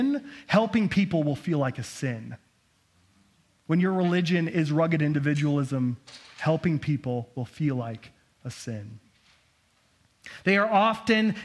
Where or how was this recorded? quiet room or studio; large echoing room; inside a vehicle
large echoing room